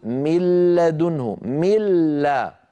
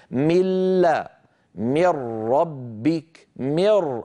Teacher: فالجزء اللساني من النون معدوم